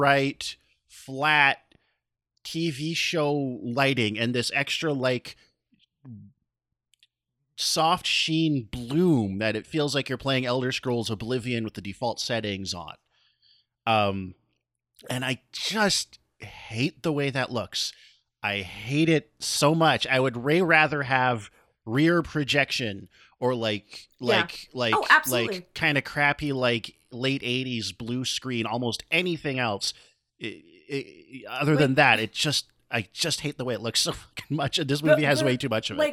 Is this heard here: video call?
no